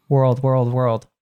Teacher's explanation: it has an R sound and a dark L sound